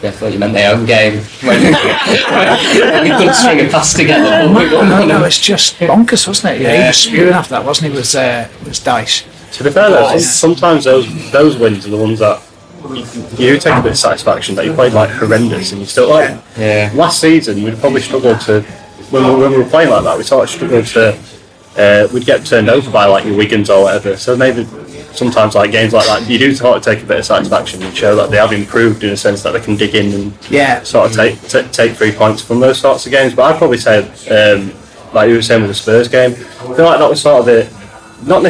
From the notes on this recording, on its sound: What better way to celebrate than us all coming together as a team for the first time this season and record our final podcast at the iconic Old Peacock Pub at Elland Road.